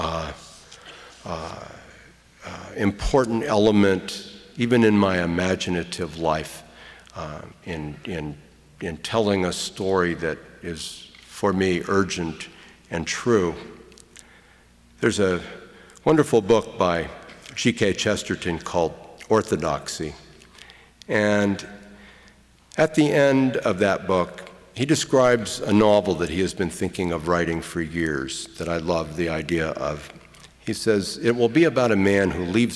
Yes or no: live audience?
yes